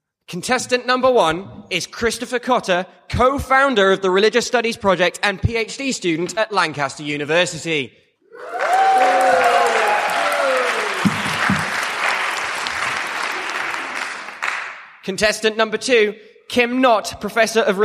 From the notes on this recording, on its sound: Three microphones. A boisterous studio audience.